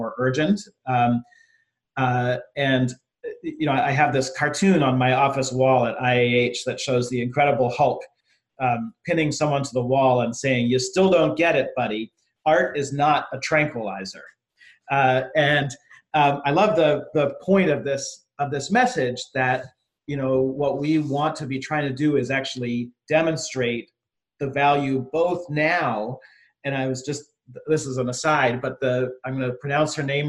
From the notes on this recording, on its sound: Zoom Talks Series.